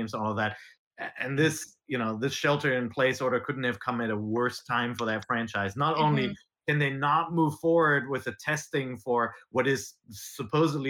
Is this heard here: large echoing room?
no